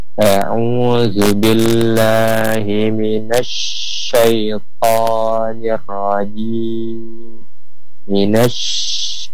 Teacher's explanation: Contohnya, sahabat RR rahimakumullah ketika dia bersukun, ya, atau berbaris mati, huruf syinnya mashkura, ya, mashkura. Jadi syin ini selain memiliki sifat tafasi, dia juga memiliki sifat rakhawah dan hams.